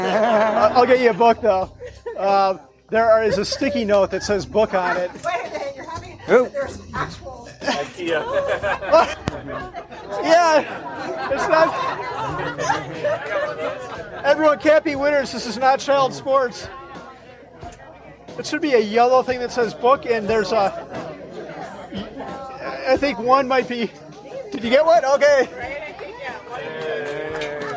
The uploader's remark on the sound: Money Mustache Headquarters during the Taking Stock book launch party. A live audience of sixty people as well as answer questions from the audience.